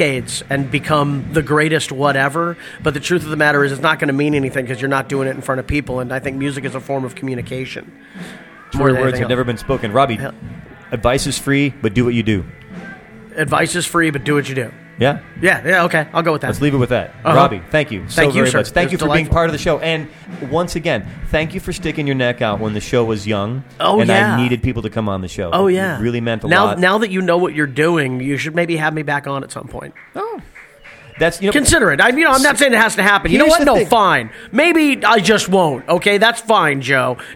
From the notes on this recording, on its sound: Celebrated its 100th episode with a live event at Chloe's at Golden Road brewing on Wednesday, January 22nd, 2014. Many of the artists who have been guests on ID played live sets. The episode is compiled from live interviews conducted that night as well as some short discussions with past guests at the Independent's Day World Headquarters.